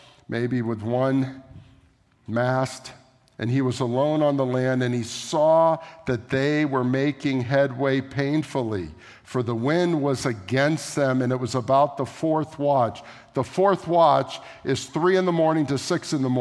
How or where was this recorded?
large echoing room